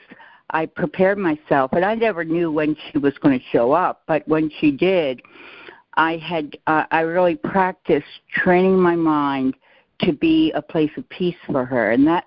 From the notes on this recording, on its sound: ACIM Daily Conference Call